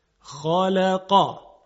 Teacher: خالقا هم حرف خا هم حرف قاف کاملا درشت ادا میشه